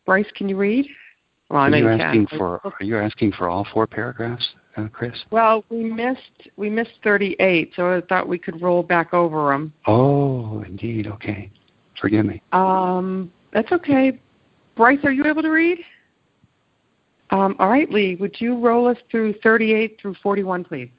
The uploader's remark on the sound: ACIM Daily TEXT Conference Call.